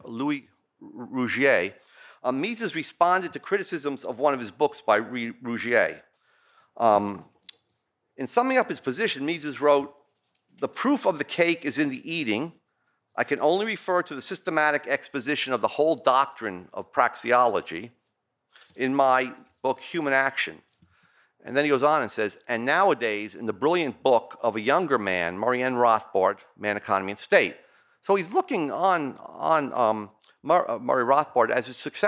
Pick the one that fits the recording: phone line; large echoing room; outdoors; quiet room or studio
large echoing room